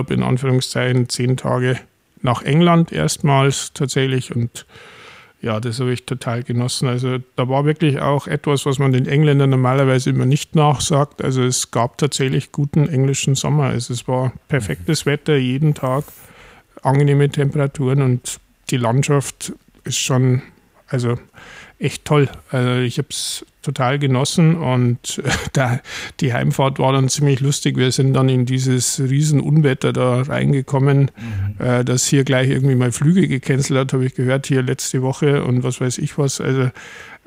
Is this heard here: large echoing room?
no